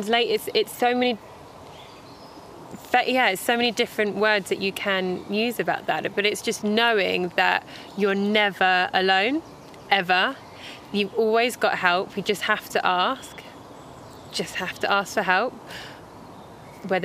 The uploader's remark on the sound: Recorded al fresco in Epping Forest